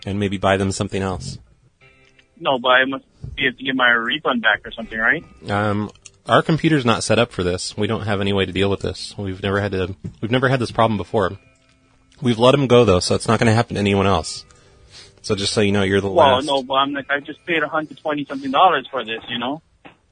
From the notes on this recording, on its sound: Prank Phone Calls